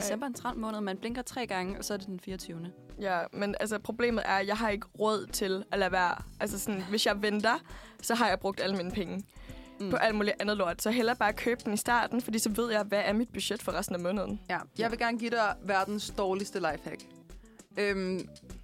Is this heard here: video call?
no